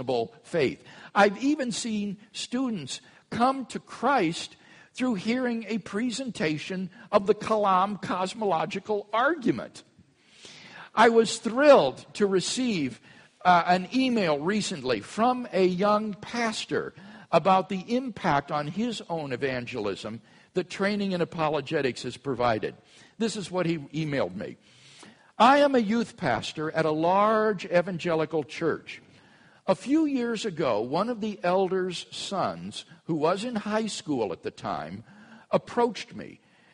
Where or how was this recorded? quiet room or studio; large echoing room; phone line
large echoing room